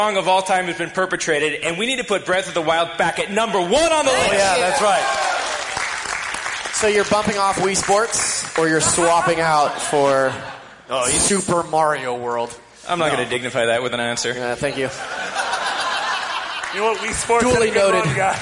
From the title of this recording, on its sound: Live at PAX